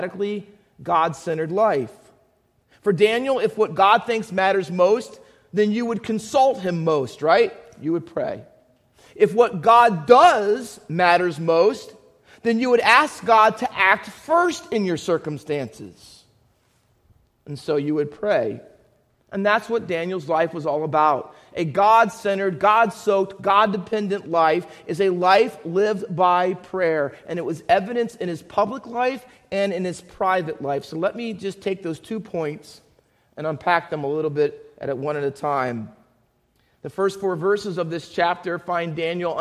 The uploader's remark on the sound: Faith Baptist Church in Hamilton, NJ.